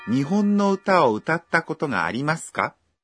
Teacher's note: When you say, 歌ったこと, you hold your breath for one beat after 歌 and speak with a rising intonation at the end